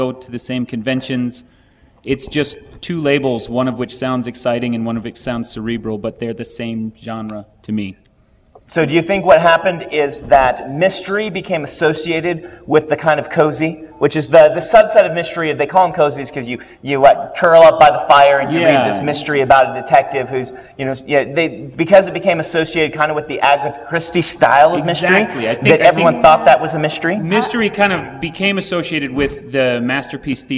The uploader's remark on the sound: Live from Westercon 67 and Fantasy Con